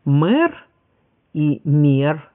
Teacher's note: противопоставление стало возможным и перед гласным переднего ряда «э»